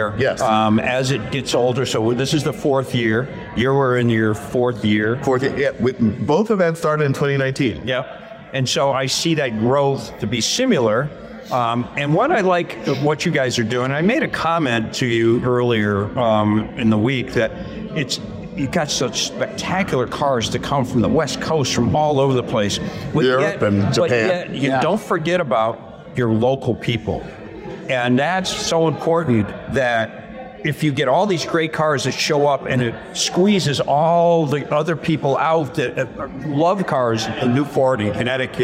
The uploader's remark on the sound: On the road at the Chattanooga Motorcar Festival